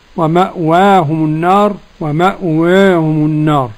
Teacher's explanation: وعندك فيها التقليل والفتح الورش